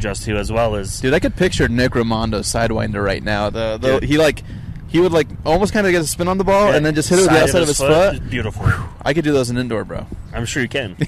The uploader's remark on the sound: live at Rio Tinto stadium